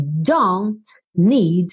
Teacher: como eu já tinha don't terminando em N e need começando em N, ficou tudo um N só